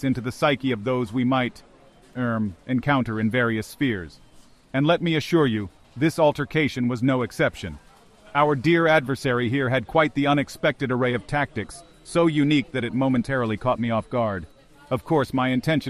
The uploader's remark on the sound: A roundtable discussion of the BitBlockBoom 2023 conference direct from IHOP in Pflugerville, TX.